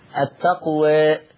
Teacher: يبقى التقليل الإمالة بالفك قليلا